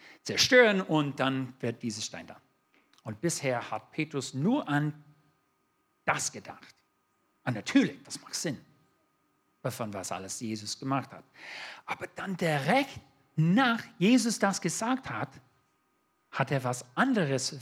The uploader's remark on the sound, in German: 2022 in der Gemeinde Kaleo Schopfheim aufgenommen.